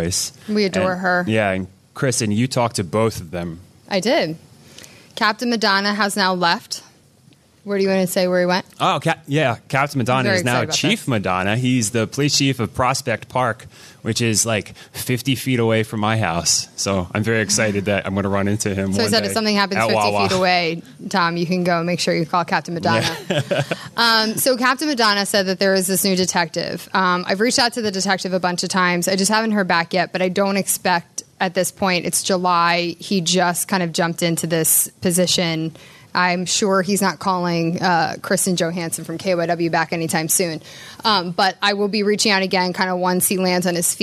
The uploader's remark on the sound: To a live audience for the Philadelphia Podcast Festival.